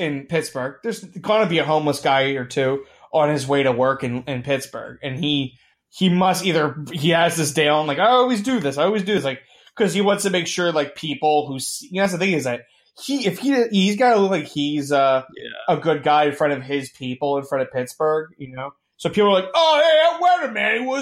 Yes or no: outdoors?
no